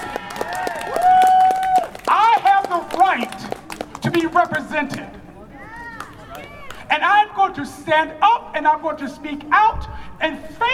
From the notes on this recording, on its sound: Voices from the rally at Winfield Park outside of the Hamtramck City Hall.